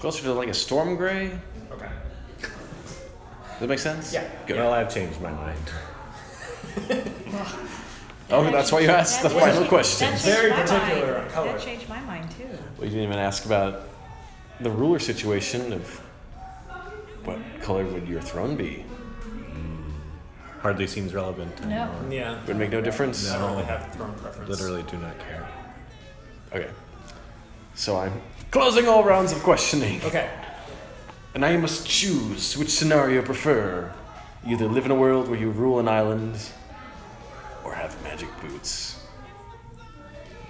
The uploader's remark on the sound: at Pianofight SF CA USA by Comedy Sound Wave